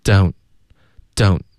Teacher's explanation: don't 的特我们得省略